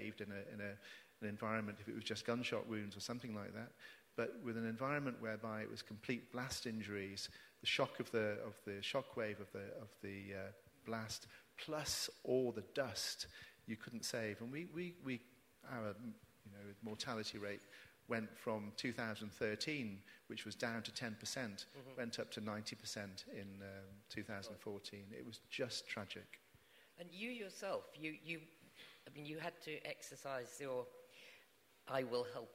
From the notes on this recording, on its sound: Recorded live at The Tabernacle in London on 7th November 2019.